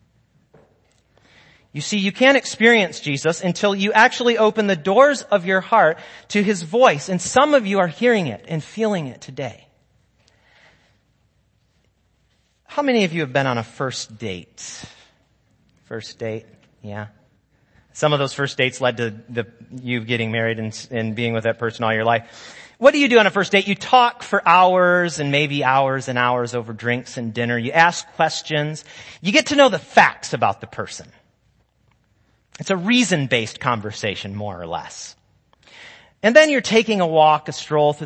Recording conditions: large echoing room